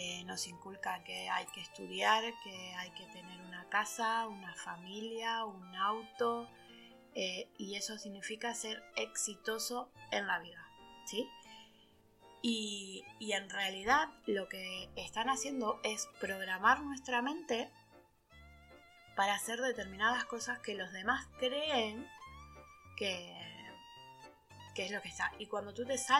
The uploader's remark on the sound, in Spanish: Perdón por los ruidos del principio. No hemos sido capaces de eliminarlos.